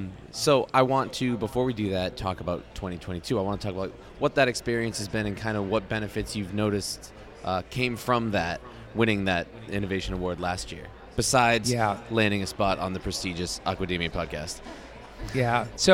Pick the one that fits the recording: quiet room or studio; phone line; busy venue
busy venue